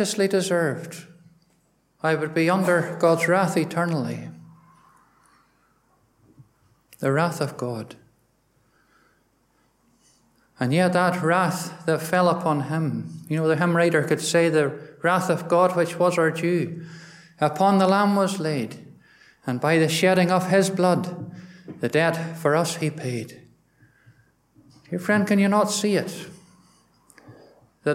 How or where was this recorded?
large echoing room